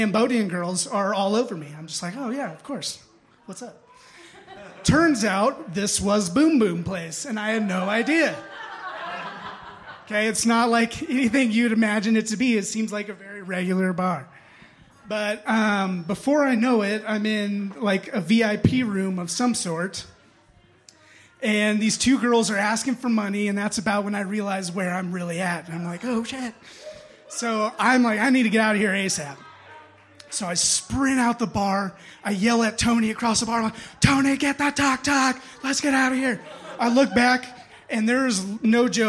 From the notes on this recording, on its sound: Impromptu Raconteurs. Audience members step up to the stage to share their stories.